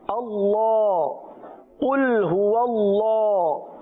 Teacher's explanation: اللہ عز و جل کے لام کو پورا ادا کریں، یعنی موٹا ادا کریں